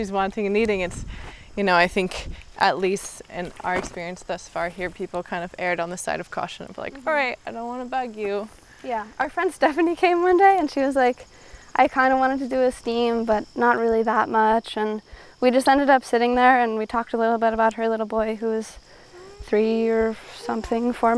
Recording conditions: background noise